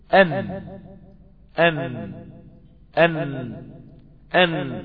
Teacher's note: حرف النون طرف لسانك مع اللثة اللحم النابت حول الأسنان